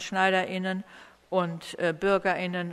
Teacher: so tun wir da also einen Knacklaut hinein und sprechen von SchneiderInnen